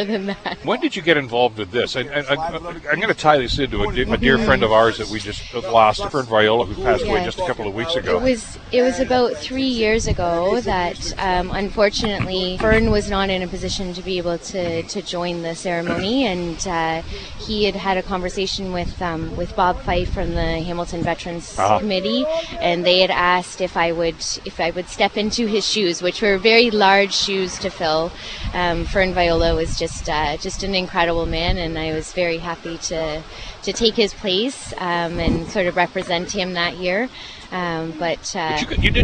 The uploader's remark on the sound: Live from Gore Park. Held a live broadcast from Veteran's Place, in downtown Hamilton, Ontario.